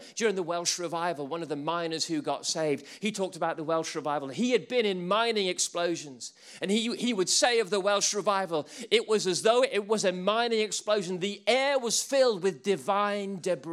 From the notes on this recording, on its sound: Recordings from sessions at the ChristCentral Leadership Weekend 2018